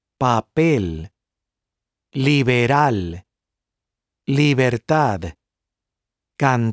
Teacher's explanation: Las palabras agudas have the spoken stress on the last syllable. These words end in a consonant other than N or S.